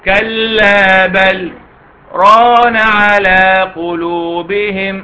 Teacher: ما توصلش بل مع ران. اسكت اسكت وما تاخدش نفس، اسكت وايه ما تاخدش نفس. · Term: سكتة لطيفة على اللام